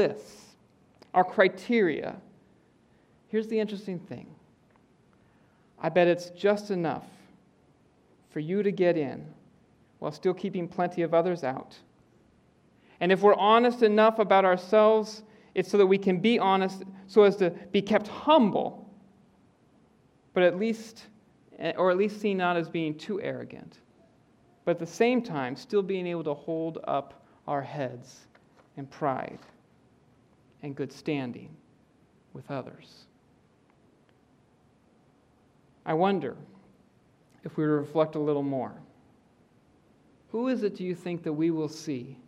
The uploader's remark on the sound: preaches in the Auditorium.